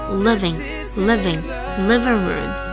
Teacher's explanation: Living room 把短音的 i 发好听，ving 一定要咬嘴唇